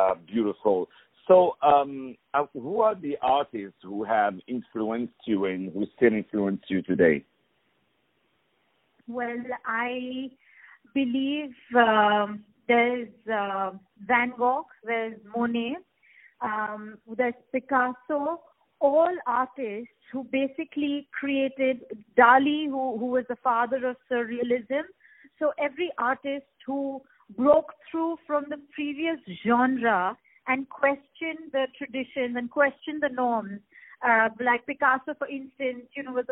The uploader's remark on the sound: On the phone